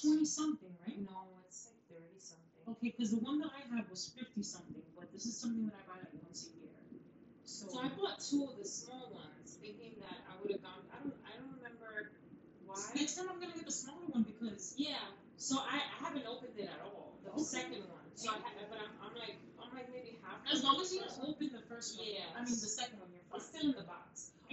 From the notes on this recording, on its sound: Please excuse the audio guys volume all the way up!!